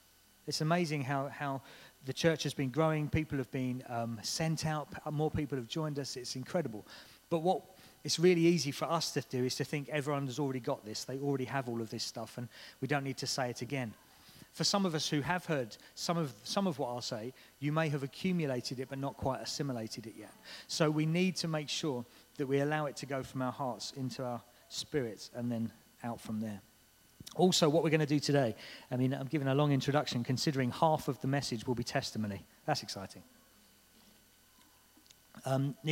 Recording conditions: large echoing room